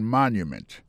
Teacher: Pour mot monument, il est tombé sur le premier syllabe là.